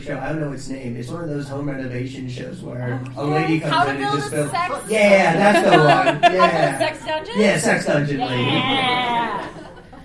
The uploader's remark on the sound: Flame Con 2023 Panel